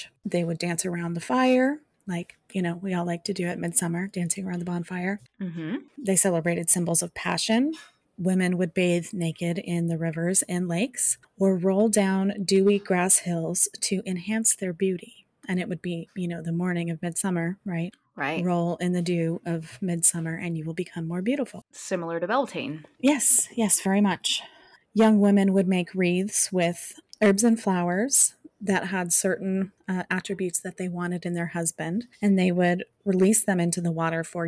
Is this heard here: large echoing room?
no